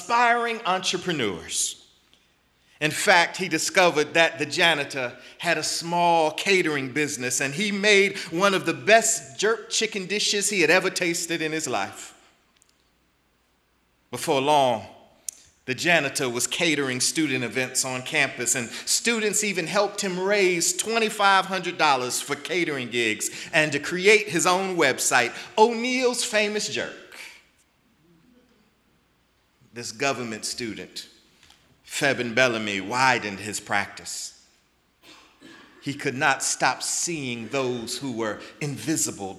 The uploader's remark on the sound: in the Memorial Church at the Knafel Center